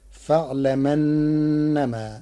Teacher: قرأ ورش كلمتي فاعلم أنما بنقل حركة الهمز إلى الساكن قبله تخفيفا، فتصير فاعلمنما.